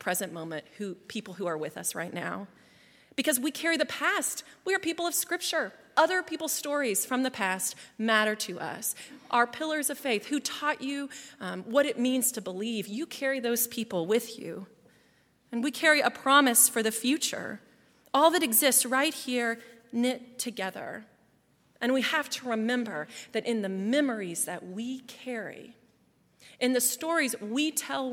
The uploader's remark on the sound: at Highland Baptist Church.